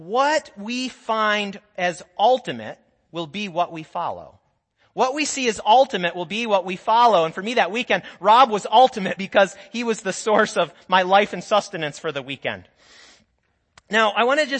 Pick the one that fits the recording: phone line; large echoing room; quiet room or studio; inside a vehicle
large echoing room